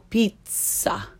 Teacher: because it's a double Z, a double consonant, you need to hold the sound twice as long